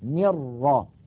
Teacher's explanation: لم تبقى لا النون، يعني لا الجزء اللساني من النون ولا الغنة · Term: الإدغام